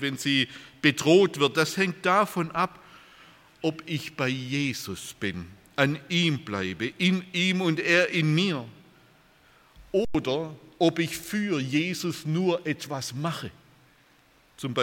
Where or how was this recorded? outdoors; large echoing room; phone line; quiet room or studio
large echoing room